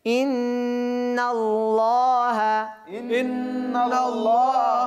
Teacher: মোটা কেন আল্লাহ শব্দের আগের হরফ নুনের মধ্যে জবর আসছে ঠিক আছে এবং নুনের মধ্যে গুণনাও হবে নুনে মুশাদ্দাদের গুণনা ইন